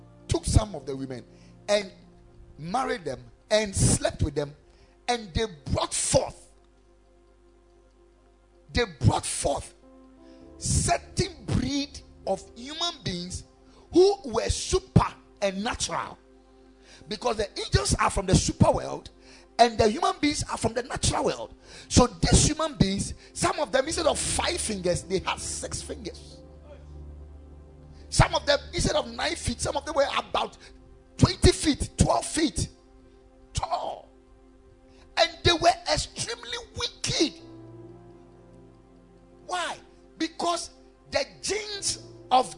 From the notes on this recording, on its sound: Preached at the Ekklesia Chapel